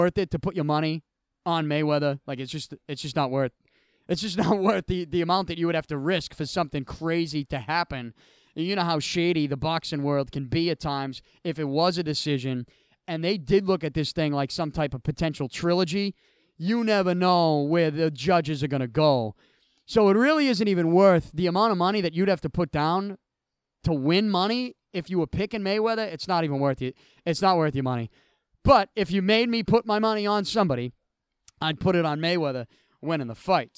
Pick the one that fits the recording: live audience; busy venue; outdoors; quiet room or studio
outdoors